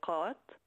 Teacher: Så det blir kaka. Inte ett g, men i alla fall lite grann bak i strupen